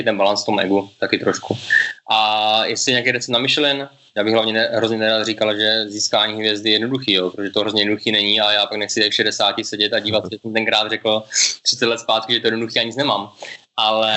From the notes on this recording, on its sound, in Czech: přes Skype (tímto se rovnou omlouváme za občas horší kvalitu přenosu)